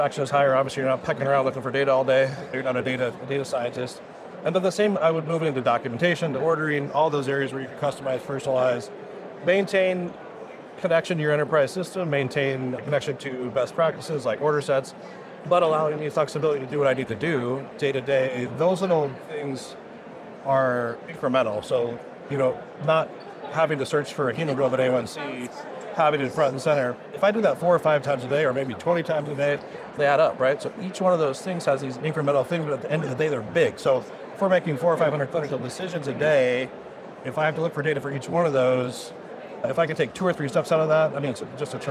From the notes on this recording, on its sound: HIMSS '23. An Interview in Action live from HIMSS 2023.